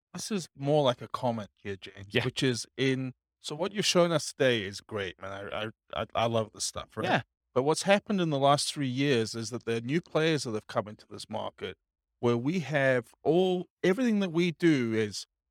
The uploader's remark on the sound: This was a live class recorded.